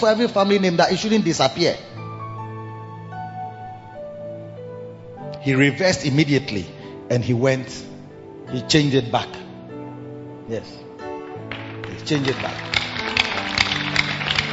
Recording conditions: large echoing room